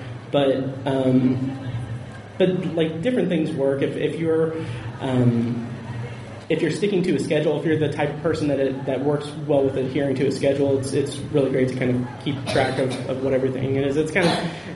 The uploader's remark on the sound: Recorded Live at Indiana Comic Con 2017. There was a great turnout for it and the audience had some really fantastic questions.